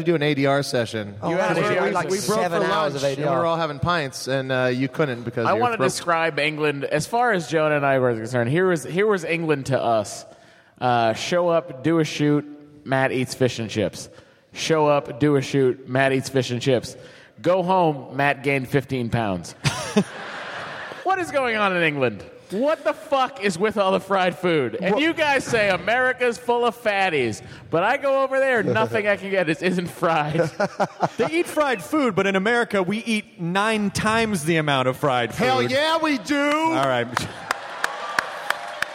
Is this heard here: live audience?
yes